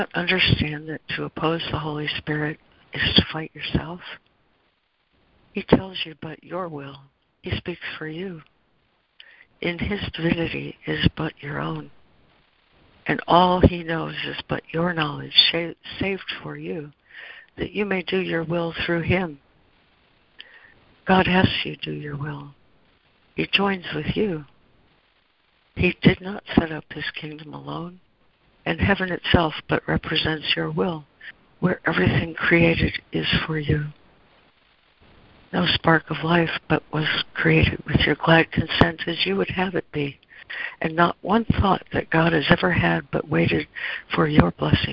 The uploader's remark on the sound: ACIM Daily Conference Call.